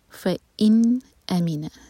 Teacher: फ के बाद हमज़ा का कटा साउंड। फ इन, नॉट फ इन, फ इन अमीना, अगेन हमज़ा का कट ऑफ साउंड।